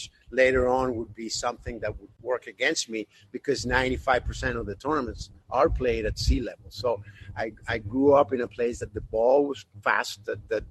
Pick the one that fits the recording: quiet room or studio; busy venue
busy venue